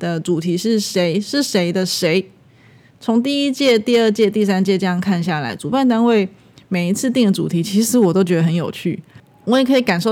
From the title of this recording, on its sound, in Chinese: 2020台北插畫藝術節實況直擊